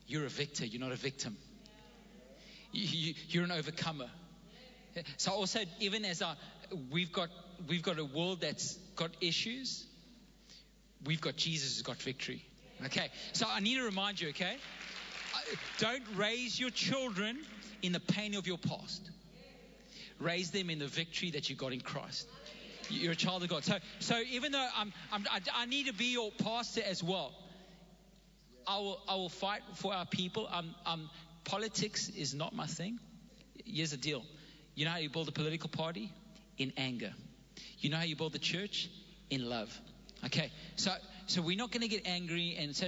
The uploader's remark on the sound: Recorded live on Sunday the 26th September 2021